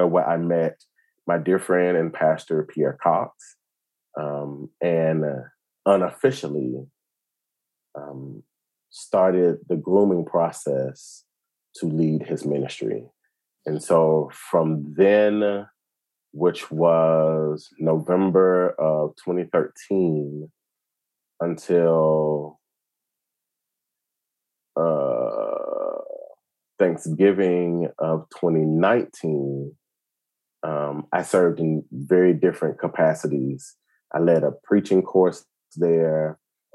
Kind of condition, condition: link, video call